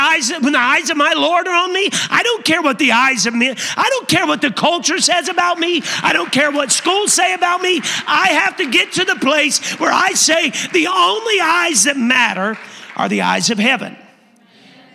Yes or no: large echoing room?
yes